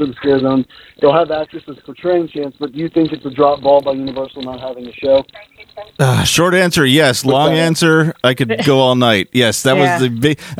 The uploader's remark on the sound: we take your calls live